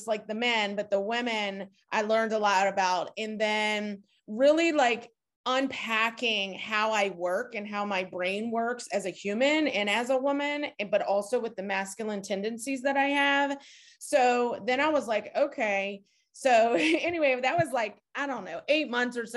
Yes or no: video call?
yes